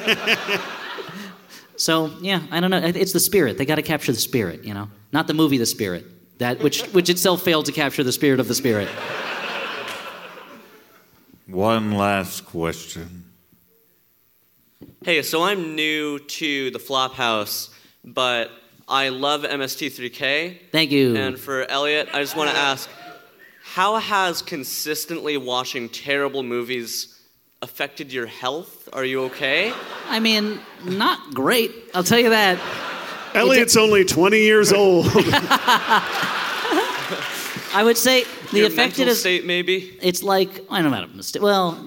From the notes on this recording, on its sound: This full-sized live show. Here's our live Hellboy (2019) show from The Parkway theater in Minneapolis, MN!